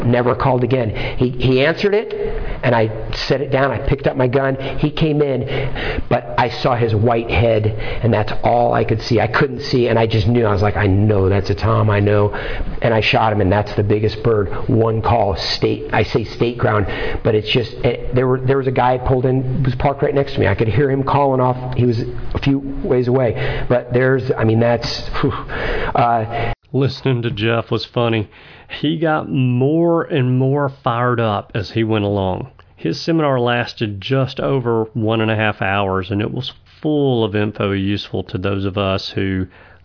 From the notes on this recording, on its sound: NWTF Convention and Sport Show in Nashville, TN. I have highlights of seminars that I recorded as well as interviews with some of the exhibitors who were at the show.